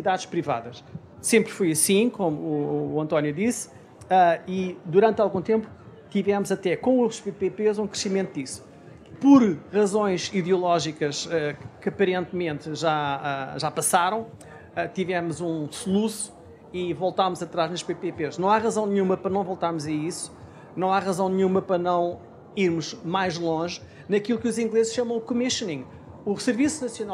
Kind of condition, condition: setting, busy venue